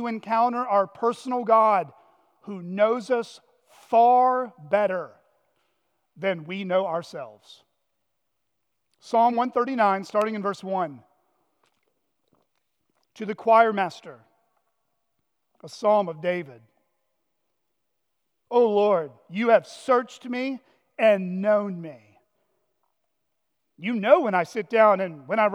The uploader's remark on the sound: at Chaffee Crossing Baptist Church in Barling, AR